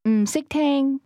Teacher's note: the tone fell and then rose at the beginning